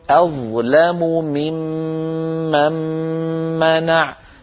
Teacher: توالى في النطق بسبب الإدغامات ست ميمات